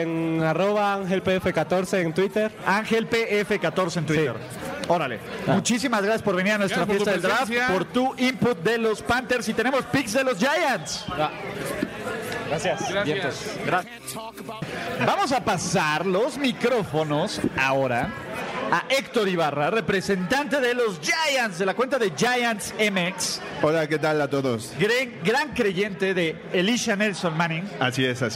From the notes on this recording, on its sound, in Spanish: Grabamos desde el Pinche Gringo BBQ Patio, en la colonia Narvarte. Una enorme cantidad de invitados.